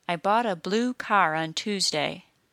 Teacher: In this situation, we need to lengthen the word blue for extra time just to allow us to follow the rhythm rule